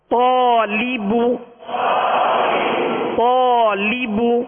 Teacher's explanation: الف سے پہلے والا حرف پر ہے، اس لیے الف کو پر یعنی موٹا پڑھیں گے، اور آواز اور منہ کھول کر تو، اس کو حروف مستعلی میں سے تو کو پر کرنا ہے.